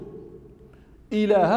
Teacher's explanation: الهمزة مخرجها أقصى الحلق. واللام لا إله اللام مرت، والهاء مخرجها أيضا أقصى الحلق.